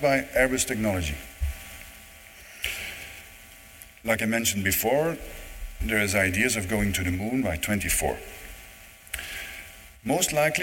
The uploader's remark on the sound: This weeks podcast is another live recording from the Canadian Space Summit.